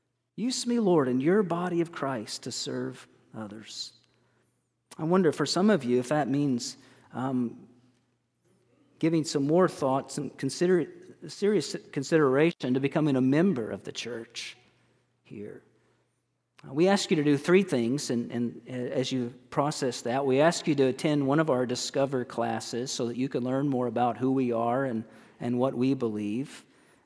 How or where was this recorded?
large echoing room